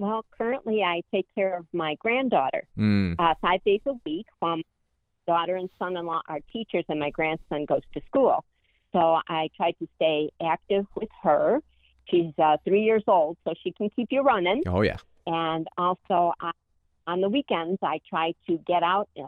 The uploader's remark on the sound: You’ll also hear LIVE callers ask questions